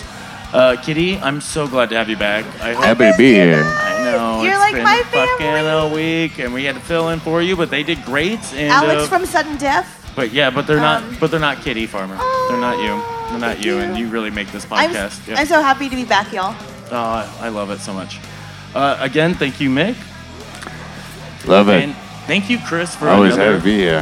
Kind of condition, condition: setting, busy venue